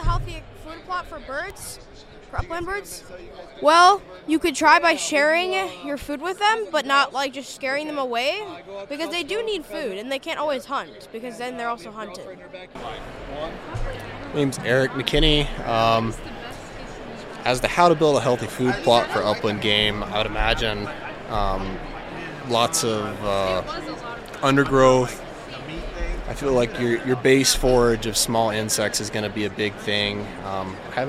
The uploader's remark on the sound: Live at Pheasant Fest. We put out a mic to strangers and asked some debated topics.